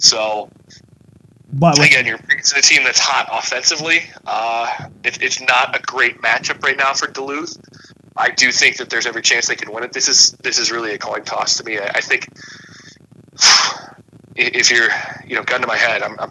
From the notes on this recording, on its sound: Apologies for the audio quality!